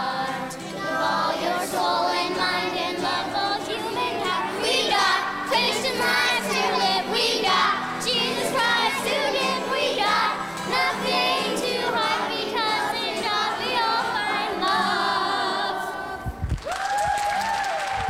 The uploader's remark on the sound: Preached on Sunday, February 11, 2024 at First Presbyterian Church of Allentown. A special song performed by our Faith Formation children.